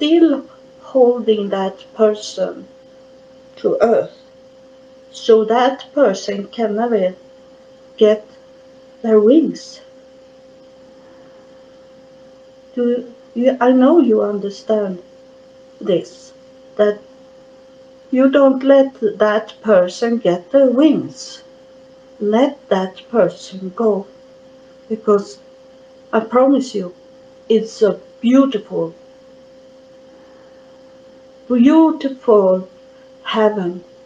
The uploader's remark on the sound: It was my first recording. The recording is a little blur because I didn't know how to get the best sound.